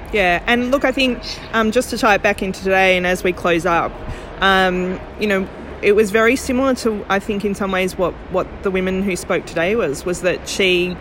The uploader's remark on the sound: Episode 36 live from Giant Steps 19. Live in Melbourne at Safer Care Victoria Giant Steps.